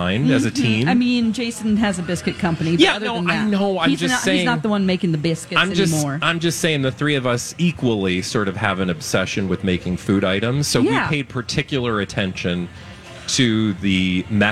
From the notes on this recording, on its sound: Live from the Minnesota State Fair!